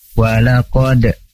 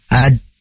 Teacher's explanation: Lalu di ayat berikutnya, walaqad, di sana kita akan menemukan huruf dal. Walaqad, huruf dal itu punya sifat qalqalah, syiddah, kuat, dan gak bisa ditembus oleh udara maupun suara saat sukun.